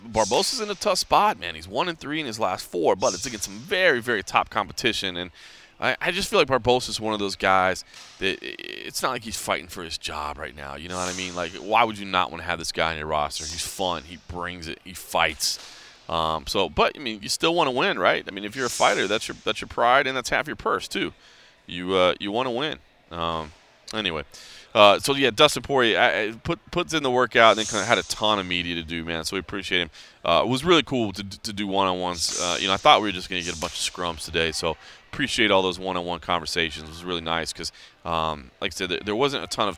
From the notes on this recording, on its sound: he checks in from a media day at American Top Team in Florida